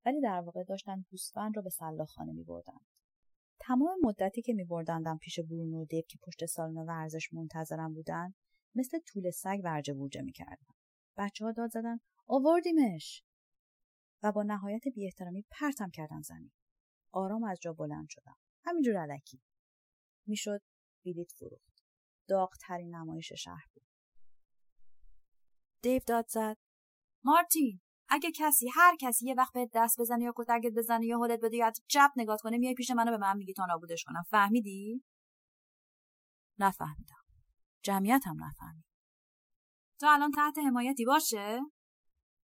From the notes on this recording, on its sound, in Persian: کیفیت صدا بده - شرمنده